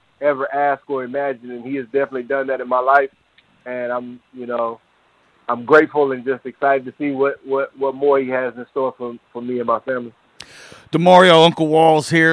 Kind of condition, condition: link, phone line